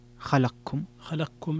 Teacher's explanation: فيها الإدغام الكبير للسوسي، إدغام القاف